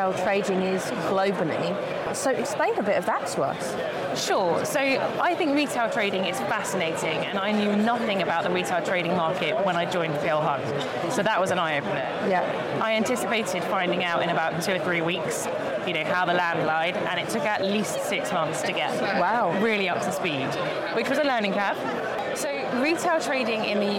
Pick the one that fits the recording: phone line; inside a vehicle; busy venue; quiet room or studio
busy venue